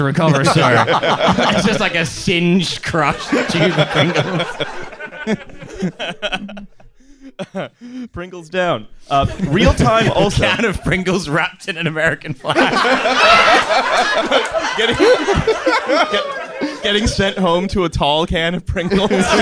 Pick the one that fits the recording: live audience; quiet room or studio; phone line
live audience